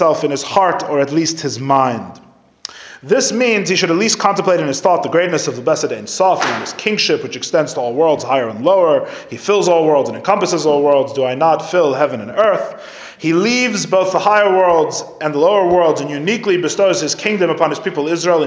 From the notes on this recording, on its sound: Recorded live at The Torah Center ATL on December 3, 2023